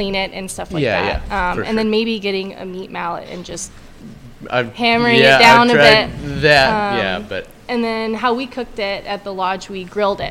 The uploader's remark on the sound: Host a live podcast with a question and answer session at the 2023 Backcountry Hunters and Anglers Rendezvous. Answer questions from the audience.